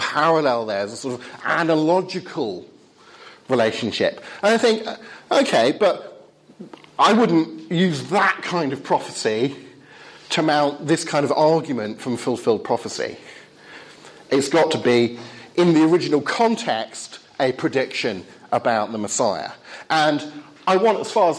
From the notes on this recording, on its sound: Talk with Q&A from Highfield Church Southampton